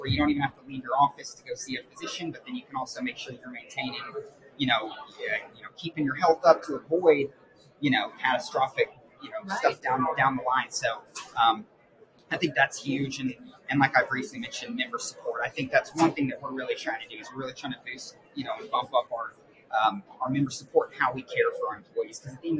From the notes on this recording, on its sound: Live at the SIIA 2022 Engage Conference